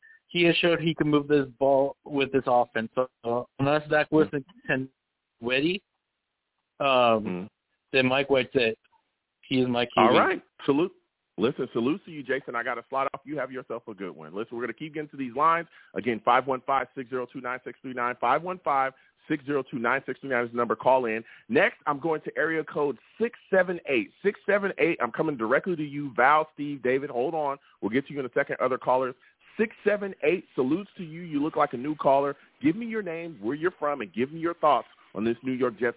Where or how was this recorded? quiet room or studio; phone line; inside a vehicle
phone line